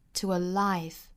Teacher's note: to 和 a 连读成 to a 小小的 w 加音